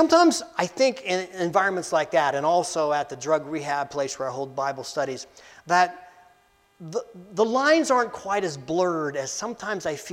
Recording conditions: large echoing room